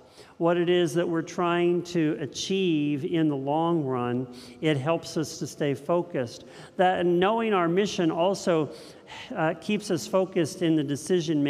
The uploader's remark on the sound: This message was first preached on 9/11/2022 at Linglestown Life in Harrisburg, PA